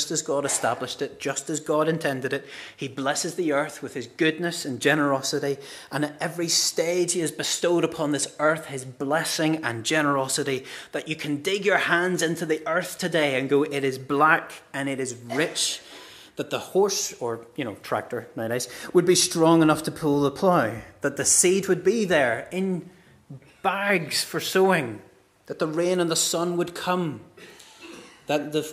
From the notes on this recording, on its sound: This is the recording of the Bible reading and sermon from our harvest morning service on Sunday 1st October 2023.